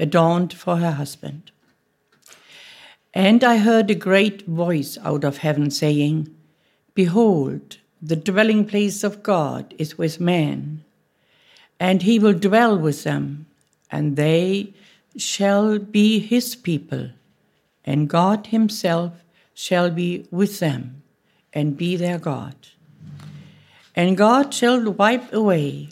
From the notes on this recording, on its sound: Audio from a sermon in Hatch End